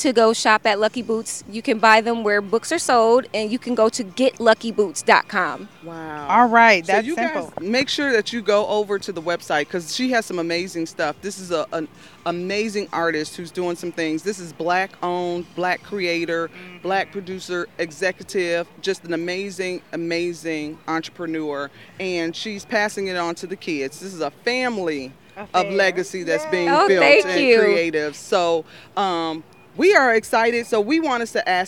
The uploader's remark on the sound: Exposed The Podcast traveled the Summerfest Grounds collecting live audio footage from several vital participants.